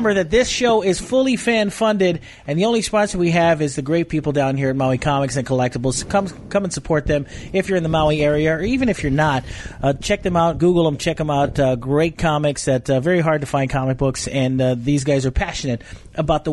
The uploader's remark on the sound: All recorded live at Maui Comics & Collectibles.